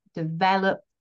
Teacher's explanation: we can hear that my stress is on the second syllable, the middle syllable, but that's really carried in the vowel e. · Term: stressing the correct syllable